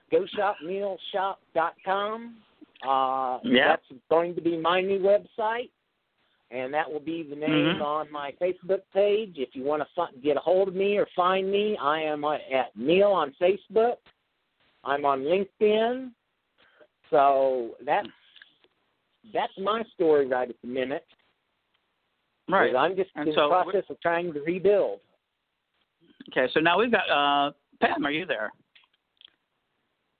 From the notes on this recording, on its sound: We are a call-in show and will be talking with merchants and others who have knowledge of the impact.